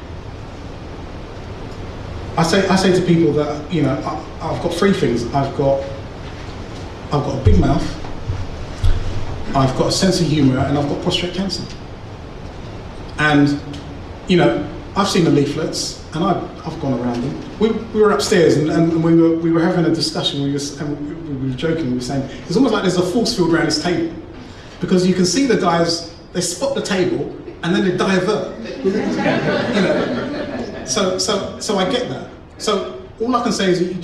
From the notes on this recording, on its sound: My second public talk but with very few of the target audience in attendance.